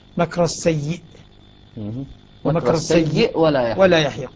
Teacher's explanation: لاحظ حالة الوصل حالة الوصل يقرأ مكر السيء سكون الهمزة وصلا